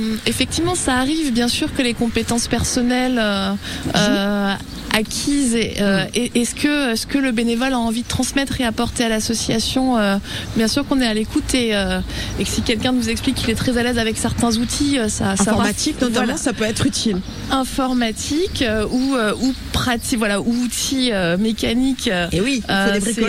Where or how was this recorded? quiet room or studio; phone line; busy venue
busy venue